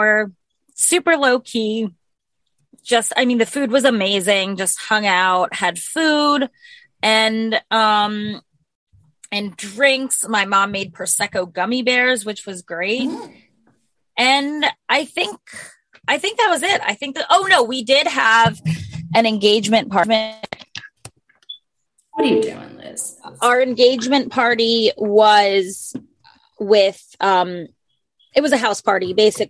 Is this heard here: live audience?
no